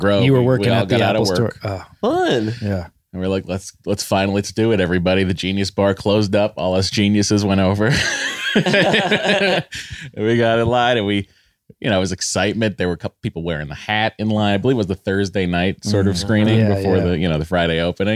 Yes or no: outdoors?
no